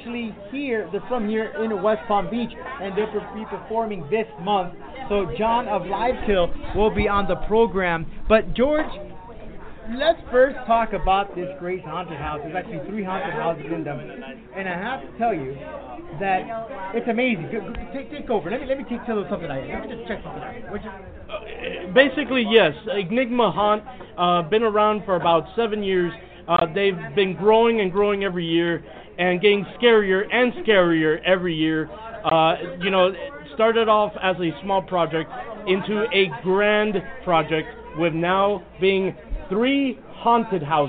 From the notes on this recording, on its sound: live from Boca Raton’s Halloween Haunted House Enigma Haunt.